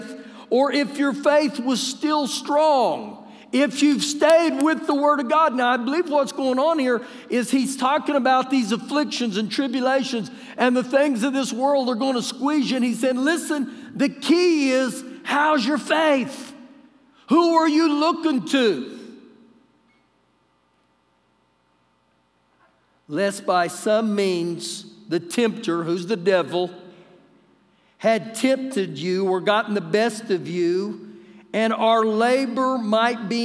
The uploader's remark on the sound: Recorded live during our Wednesday night service